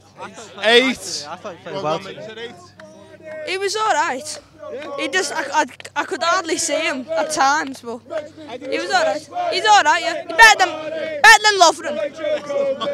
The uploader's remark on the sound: outside Anfield